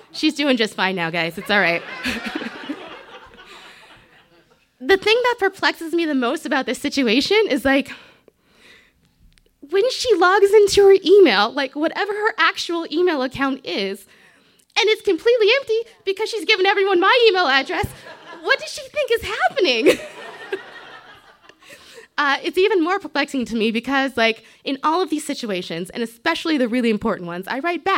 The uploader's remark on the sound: This story was recorded live on 19 April 2017 at Buntport Theater in Denver, CO.